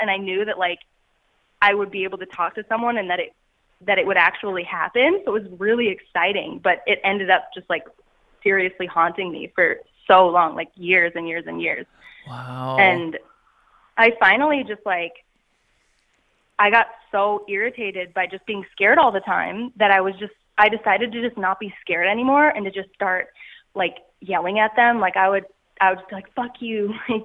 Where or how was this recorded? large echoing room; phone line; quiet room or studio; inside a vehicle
phone line